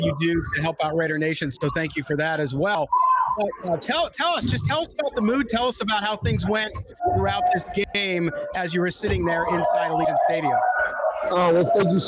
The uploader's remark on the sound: Live from Allegiant Stadium in Las Vegas.